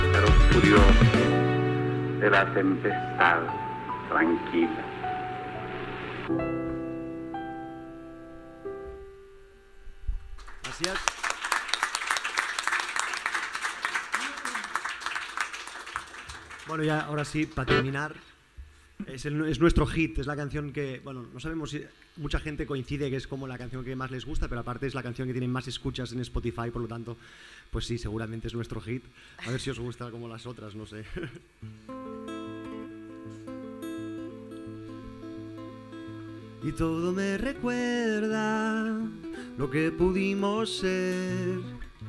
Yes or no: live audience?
yes